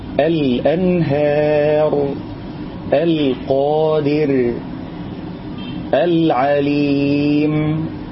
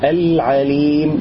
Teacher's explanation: نظهر اللام لأنه جاء بعدها حرف من حروف ابغي حجك وخف عقيمه · Term: الإظهار